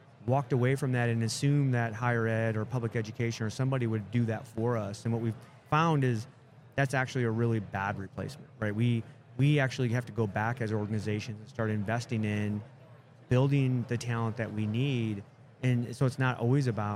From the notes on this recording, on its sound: Live at the HR Tech 2022 conference